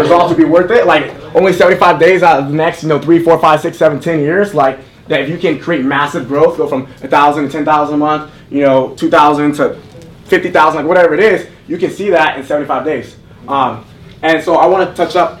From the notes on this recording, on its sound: Las Vegas In Person MARKETING Event. This is a recap of what went down in November at the Las Vegas event. The audio you are hearing is RAW so it may not sound perfect.